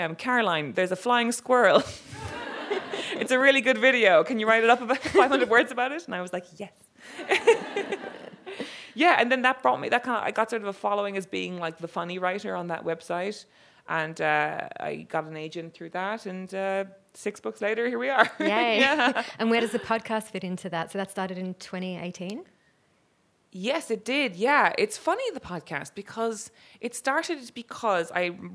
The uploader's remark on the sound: This event was recorded on Thursday 12 October 2023 at the Wheeler Centre as part of Spring Fling.